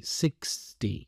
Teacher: remember the X is pronounced as two consonants together. It's the K and the S sound.